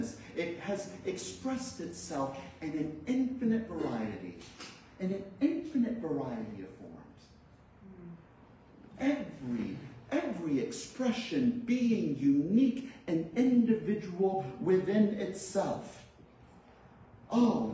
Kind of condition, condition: setting, large echoing room